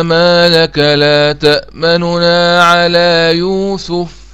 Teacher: يفك إضغام النون إذا قرأتها بالروم، أفك إضغام النون في تأمنى.